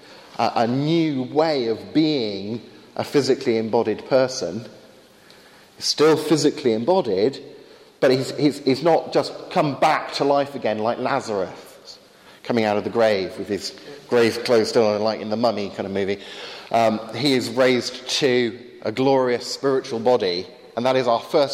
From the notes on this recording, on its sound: Wide ranging Q&A time with students at Highfields Church Cardiff, 2012.